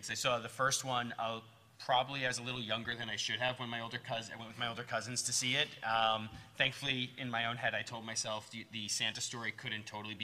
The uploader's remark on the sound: live from Los Angeles Comic Con!